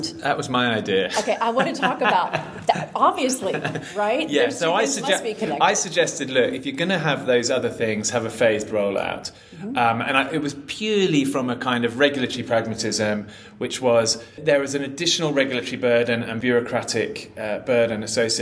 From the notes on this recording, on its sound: Recorded at MAPS Psychedelic Conference